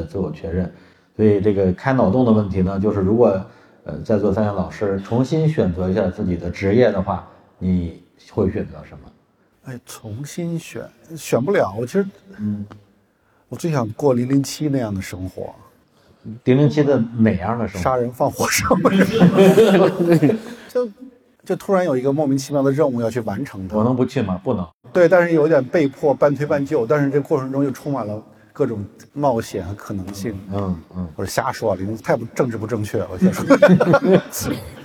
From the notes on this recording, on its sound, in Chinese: 在《何不秉烛游》的线下放映互动活动中